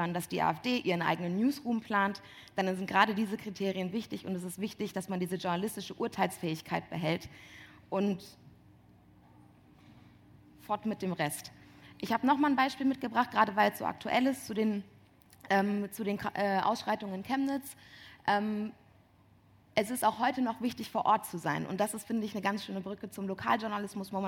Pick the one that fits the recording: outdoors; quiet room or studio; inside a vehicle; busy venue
busy venue